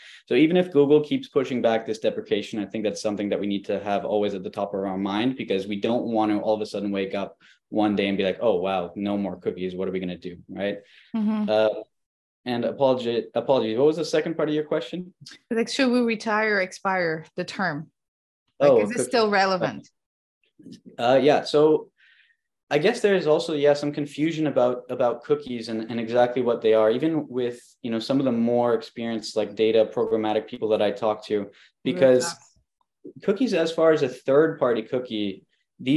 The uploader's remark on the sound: Live From the Community Call